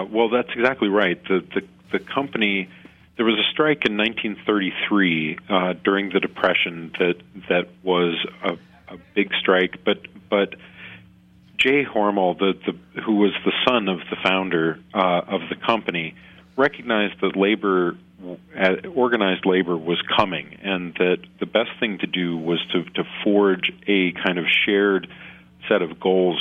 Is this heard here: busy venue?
no